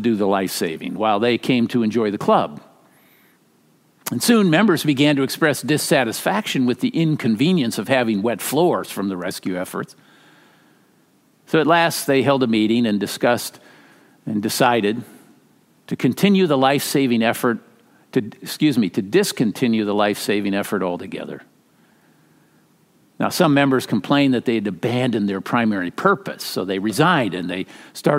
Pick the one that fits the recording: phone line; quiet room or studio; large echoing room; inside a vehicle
large echoing room